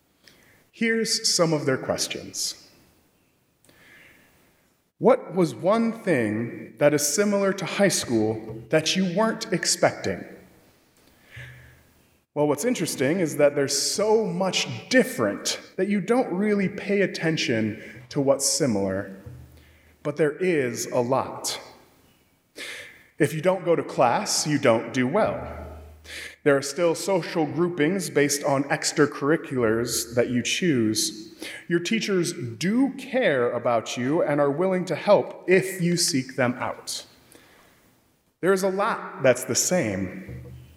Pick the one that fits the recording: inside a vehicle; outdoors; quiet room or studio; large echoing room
large echoing room